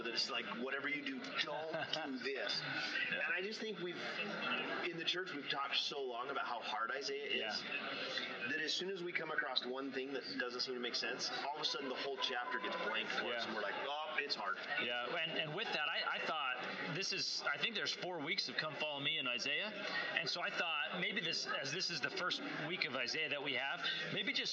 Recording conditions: background noise